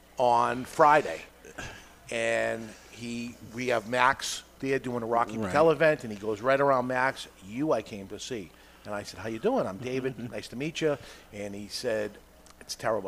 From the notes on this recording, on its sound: Live from Two Guys Smoke Shop in Salem, NH